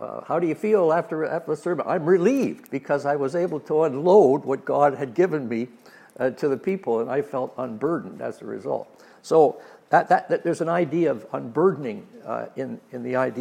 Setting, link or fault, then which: setting, large echoing room